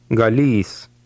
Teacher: Here the stress was on the last part of the word. Remember that the Lithuanian Y has a long E sound.